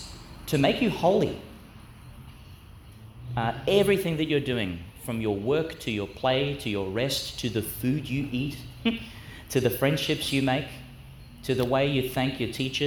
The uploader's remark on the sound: Homily for Catholic Education Week, (Feast of Saint James, Apostle), delivered at St John the Baptist Catholic Primary School, Gladstone, Qld.